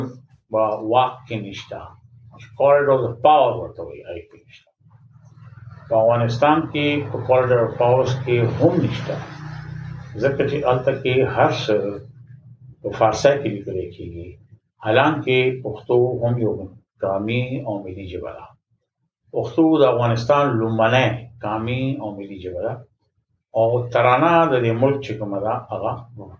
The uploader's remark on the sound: We apologize for the background noise.